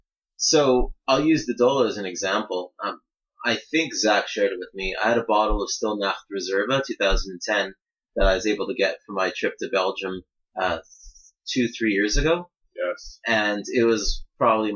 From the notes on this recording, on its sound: Apologies for the audio quality, as we are just transitioning studios